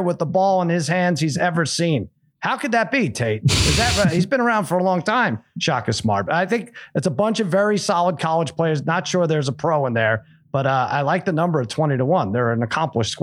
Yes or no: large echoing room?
no